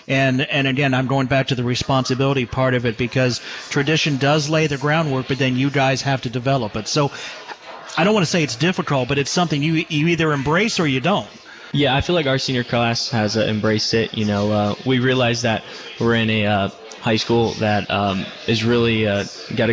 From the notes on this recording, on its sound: The Licking County Locker Room is broadcast live each week from Stein Brewing Company in downtown Newark.